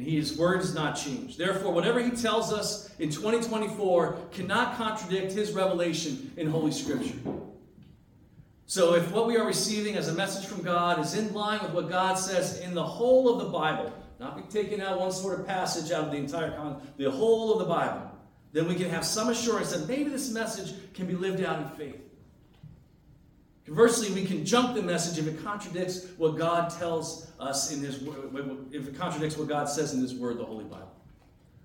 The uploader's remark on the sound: as delivered on Sunday, January 14, 2023 at North Branch Reformed Church